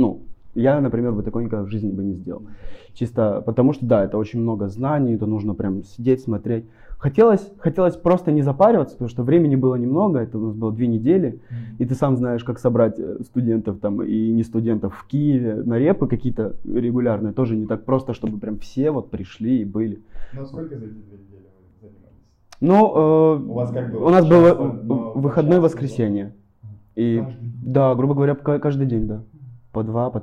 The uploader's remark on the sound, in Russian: Петличный микрофон при записи был один, поэтому качество звука оставляет желать лучшего